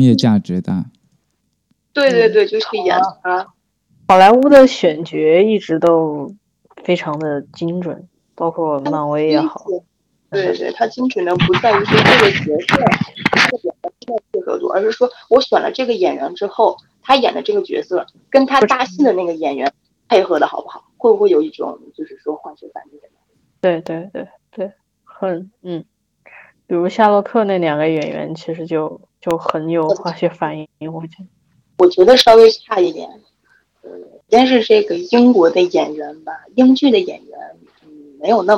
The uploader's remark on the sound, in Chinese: 我们与听众们线上网聚唠嗑，这是其中一段录音。长达4小时的网聚由于又一次的录音事故，抱歉只能放出这么多，其他灼见留在了记忆里。